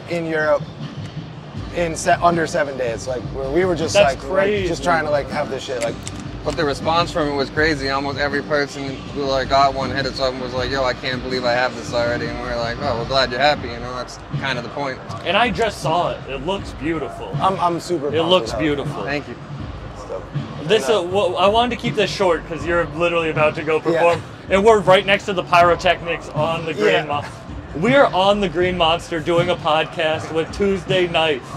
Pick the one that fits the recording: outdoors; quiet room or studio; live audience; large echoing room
outdoors